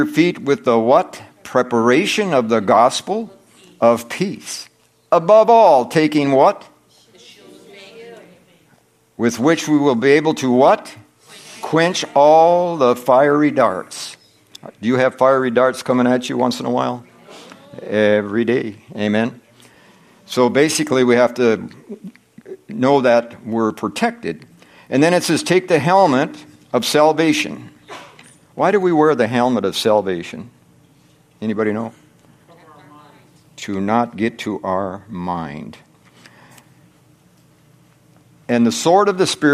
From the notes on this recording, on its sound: From the Wednesday service on September 27, 2023 at Harvest Bible Church in Stockton, California.